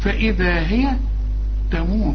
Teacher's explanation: كل الحروف مرققة عدا الراء، الراء هنا مفخمة لأنها مضمومة